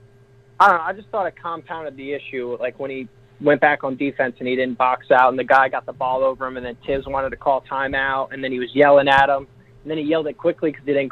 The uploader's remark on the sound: Live Call In Show